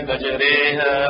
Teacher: الإمالة هي لفظ ما بين الألف والياء